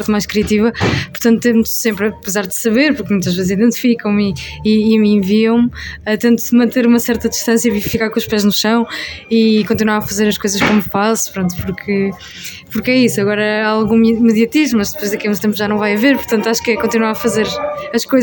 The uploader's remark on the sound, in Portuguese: ao vivo no “Maus Hábitos”